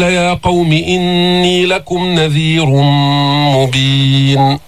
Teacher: قال يا قوم إني لكم نذير مبين، إدغام بغنة، نذير، أدخلنا التنوين في الميم لأن الميم من حروف الإدغام، من حروف ينمو، إدغام بغنة.